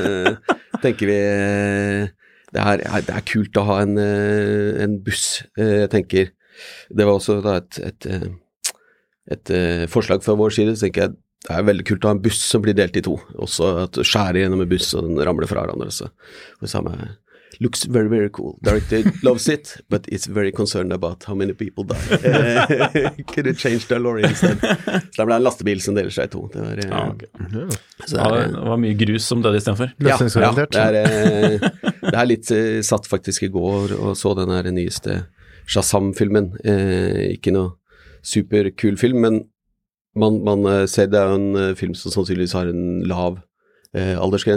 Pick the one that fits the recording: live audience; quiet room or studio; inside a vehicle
quiet room or studio